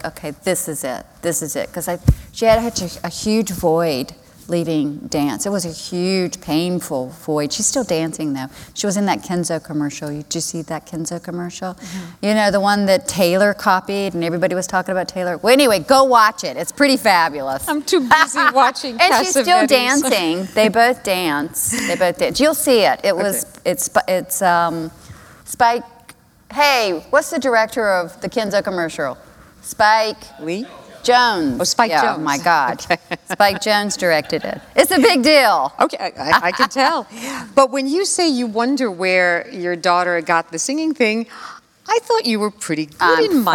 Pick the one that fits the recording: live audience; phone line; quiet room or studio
live audience